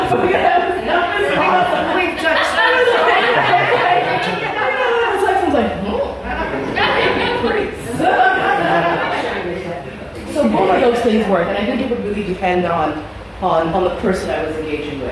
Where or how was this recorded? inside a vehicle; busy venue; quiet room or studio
busy venue